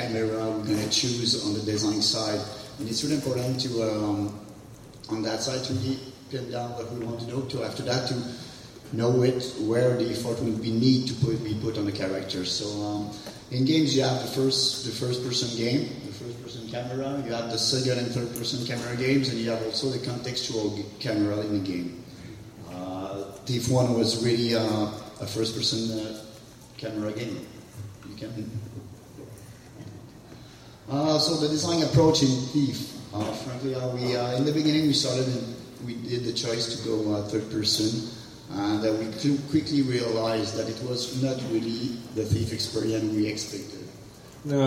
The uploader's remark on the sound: A panel hosted by Thief Game Director. Hosted at San Diego Comic Con 2013.